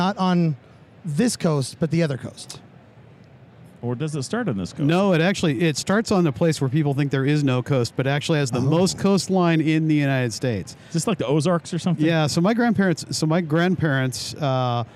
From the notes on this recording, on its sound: live from AIA 2019 Exposition.